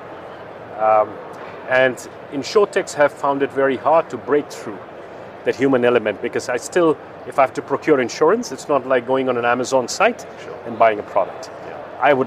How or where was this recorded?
busy venue